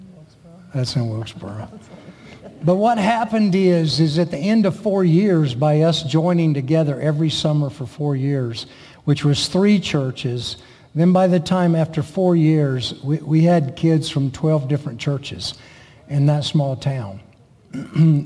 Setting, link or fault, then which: setting, large echoing room